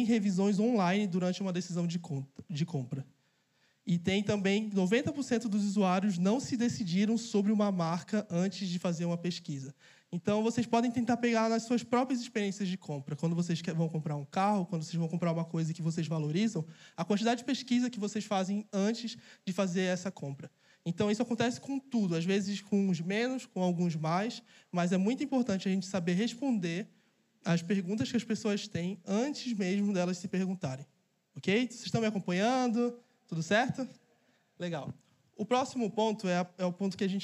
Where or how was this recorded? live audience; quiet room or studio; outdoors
live audience